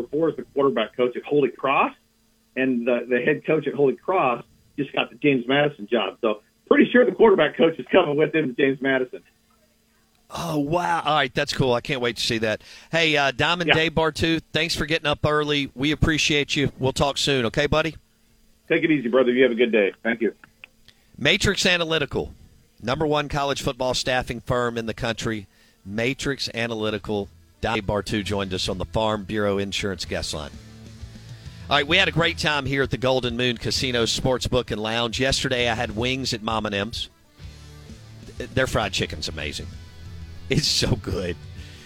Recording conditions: phone line